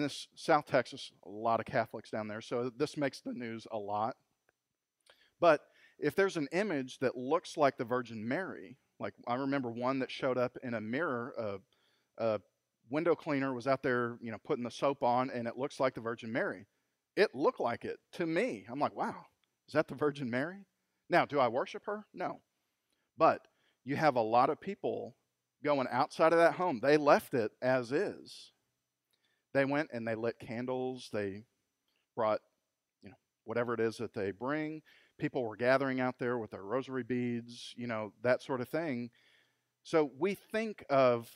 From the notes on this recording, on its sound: Recorded LIVE at Freedom Fellowship Church in Tontitown, Arkansas on Sunday August 23, 2020